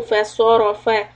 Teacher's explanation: صاد and را heavy and then فا is soft